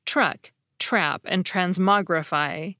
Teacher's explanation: for many speakers, the T is actually pronounced more like a CH sound.